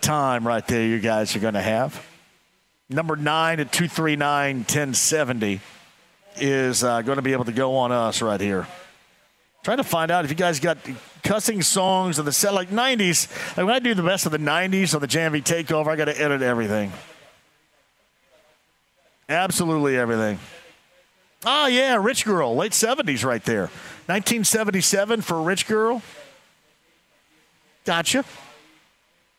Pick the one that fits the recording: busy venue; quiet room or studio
busy venue